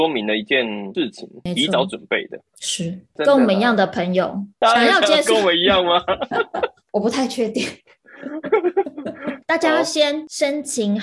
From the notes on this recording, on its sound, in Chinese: 很抱歉這次因為無法克服的原因，因此我們只能線上錄音